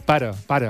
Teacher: la vocal neutra és molt més tancada que la que es fa aquí a Barcelona. És a dir, allà, en comptes de pare, diuen pare, pare.